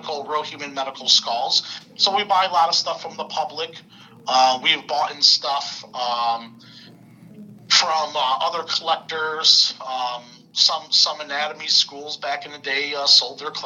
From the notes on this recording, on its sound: Recorded at via phone in Grand Rapids, Michigan, and Mt. Clemens, Michigan.